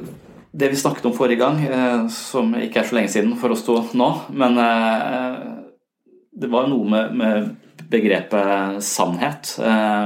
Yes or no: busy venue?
no